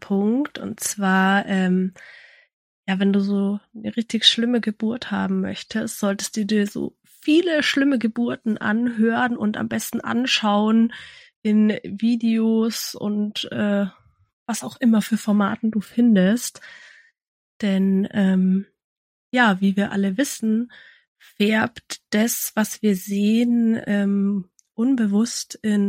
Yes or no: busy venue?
no